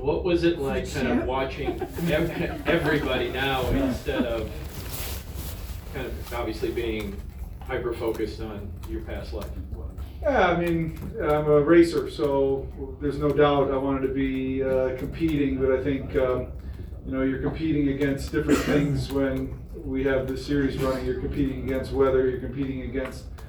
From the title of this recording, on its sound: Live from Daytona